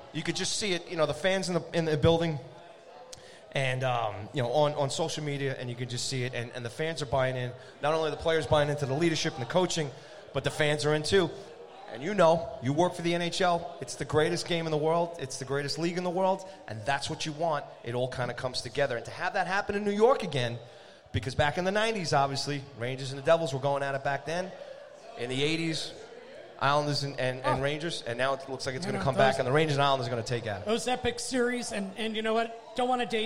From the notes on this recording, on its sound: Live From Aroogas. Live and on-location from Arooga's Grill House and Sports Bar in Rockville Centre, New York.